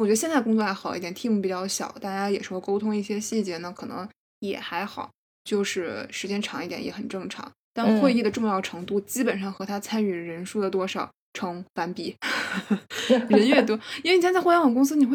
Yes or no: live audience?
no